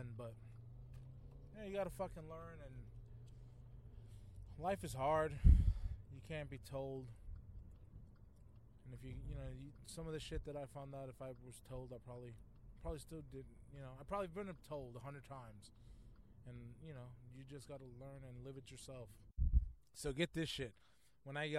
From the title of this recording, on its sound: A Quick CARCAST!